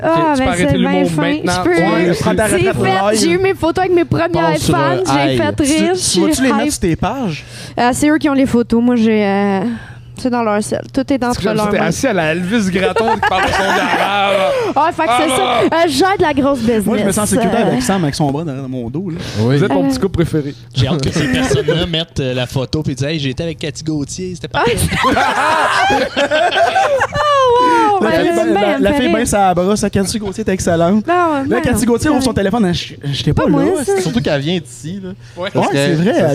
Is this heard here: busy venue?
yes